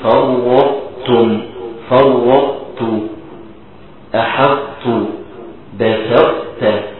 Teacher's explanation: عشان تبين قوه الطاء وانها حرف قوي دي بصفه التفخيم بتاعتها